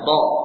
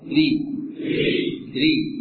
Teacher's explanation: Huruf ra tadi saat fathah tebal ya ra. Saat dikasrah tipis